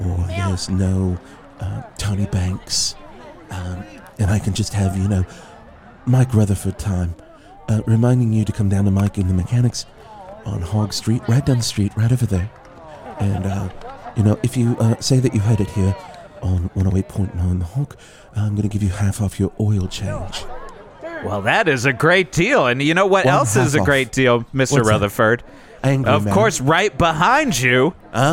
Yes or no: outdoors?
yes